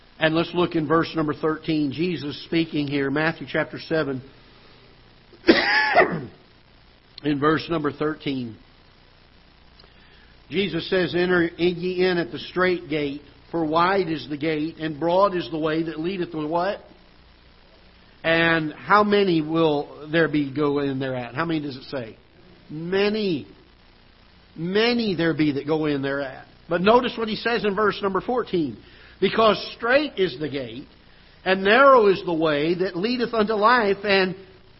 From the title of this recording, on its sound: Ketha Heights Baptist Church ~ Live Broadcast